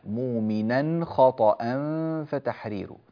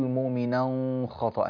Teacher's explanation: الإظهار الحلقي في التنوين هنا في مؤمنا قبل الخاء من خطأ · Shown in: first take